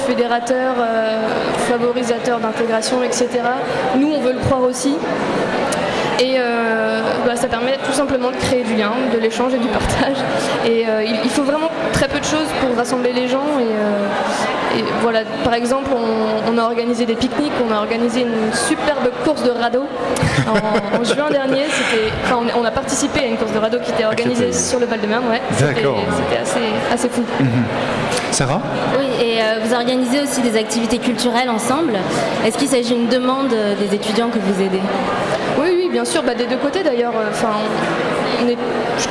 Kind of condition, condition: setting, busy venue